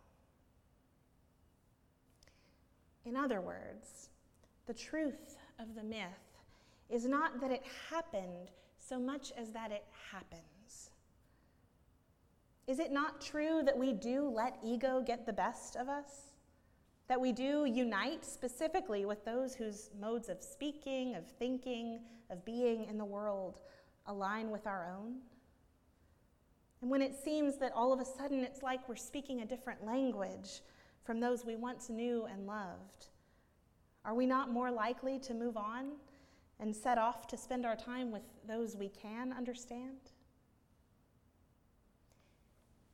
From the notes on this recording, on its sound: at Northminster Church on Pentecost Sunday, June 9, 2019